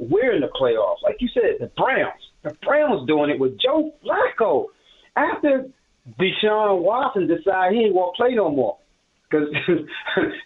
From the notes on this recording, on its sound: Turns to the phones to hear what Commanders fans are rooting for right now.